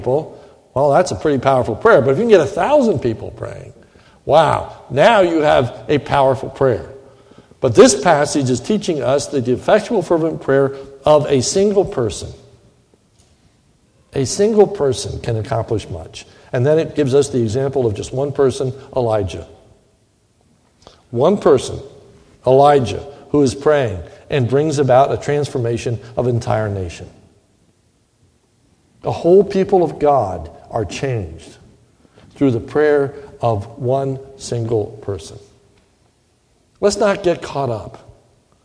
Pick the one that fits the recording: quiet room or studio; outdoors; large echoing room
large echoing room